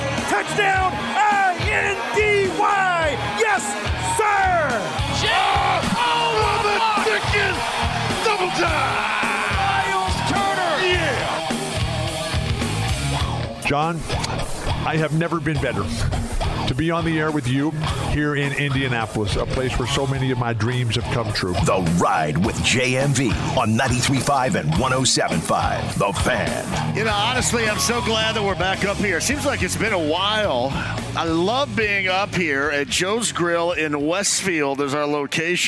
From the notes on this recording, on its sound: LIVE from Joe’s Grill. Live at Joes Grill!